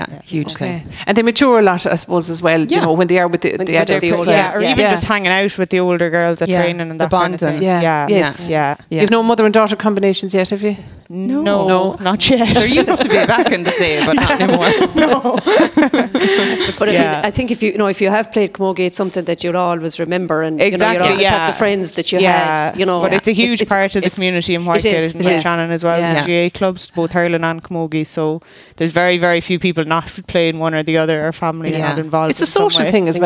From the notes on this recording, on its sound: This Interview was originally broadcast as part of Saturday Chronicle, live from Whitegate GAA.